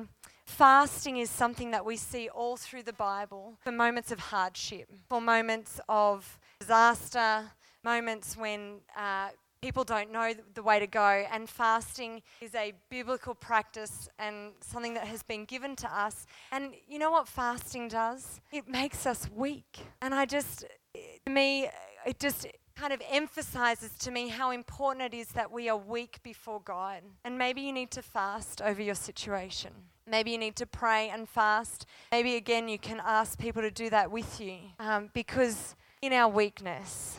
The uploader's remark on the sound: First session from the Divergent Church Radiance Women's Conference 2019